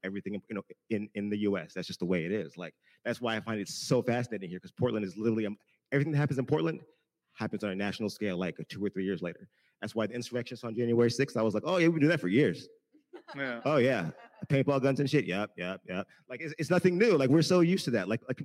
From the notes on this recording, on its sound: LIVE from Portland. Had the pleasure of sitting down in person with BLM activist and journalist.